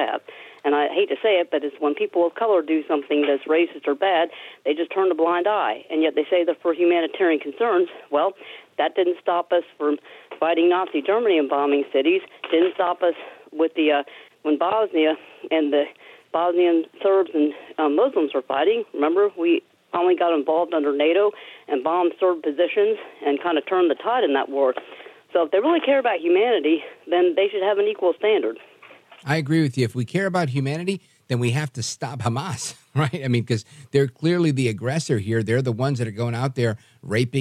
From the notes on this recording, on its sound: Finally, we take your calls in open phones across America.